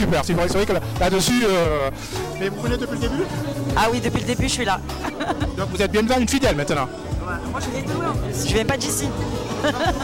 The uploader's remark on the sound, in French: Le live audio du micro trottoir. Revivez le micro trottoir de la soirée oldskool de la place des canailles sur Marseille.